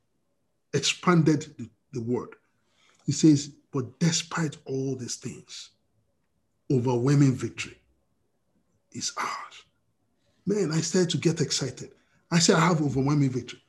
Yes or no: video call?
yes